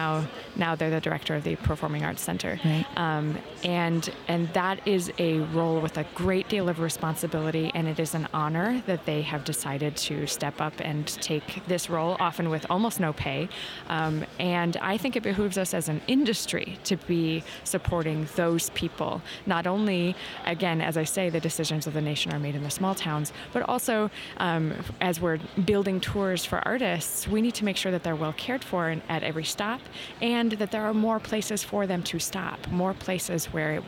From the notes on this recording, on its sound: Live From Our Booth at MAX